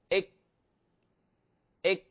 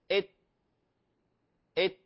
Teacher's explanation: التاء والكاف حرفا شدة شديدتان في أولهما، مهموستان في آخرهما · Term: الشدة والهمس